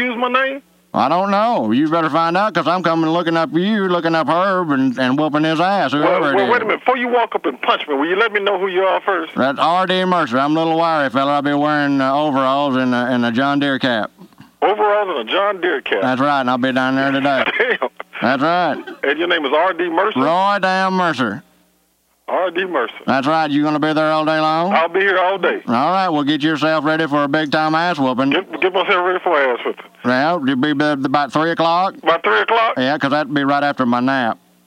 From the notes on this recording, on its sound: Prank Phone Calls